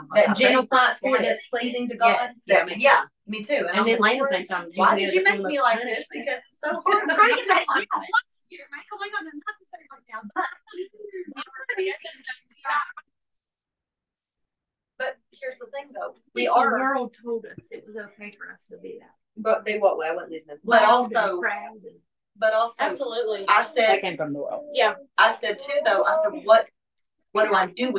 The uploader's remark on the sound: hosts a Bible study via zoom.